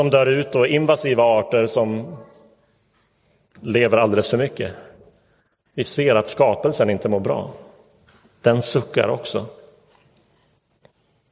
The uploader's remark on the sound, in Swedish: Inspelad i Roseniuskyrkan den 4 september 2022.